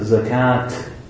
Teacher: When we have the ta marbuta, some of the tribes they would pronounce it zakat with a ta. They would pronounce that according to their dialect.